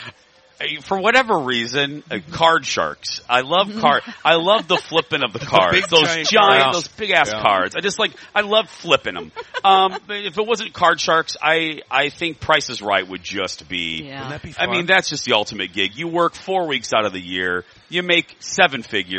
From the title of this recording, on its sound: joins from the State Fair!!